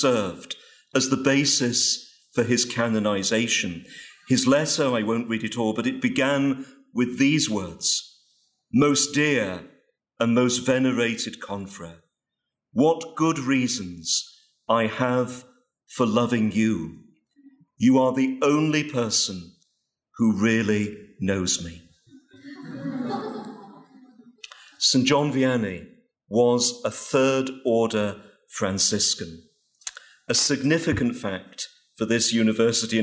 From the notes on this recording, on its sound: Paul VI Catechetics Lecture at Franciscan University of Steubenville